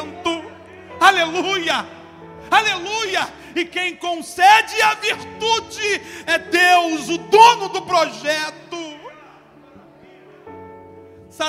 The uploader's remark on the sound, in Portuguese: CULTO DE LOUVOR E PALAVRA AO VIVO